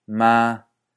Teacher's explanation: lo importante es que se mantenga sostenido y que en general se encuentre en un rango alto